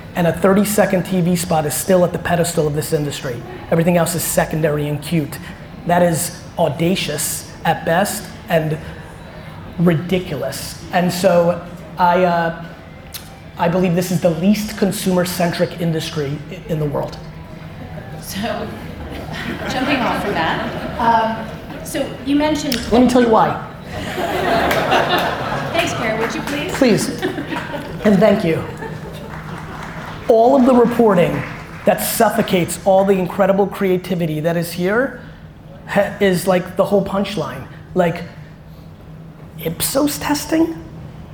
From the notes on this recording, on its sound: A Q&amp;A/Keynote style conversation I had in Cannes at the Young Lions Creative Academy. Young Lions Creative Academy Keynote. A Q&A/Keynote style conversation I had in Cannes at the Young Lions Creative Academy.